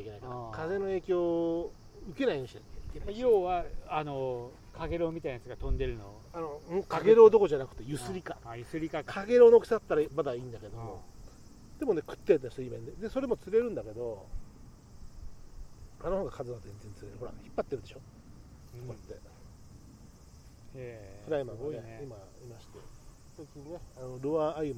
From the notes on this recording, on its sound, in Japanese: 午後の河原にて。時折風の音が混じってお聞き苦しいところもあると思いますがご容赦ください。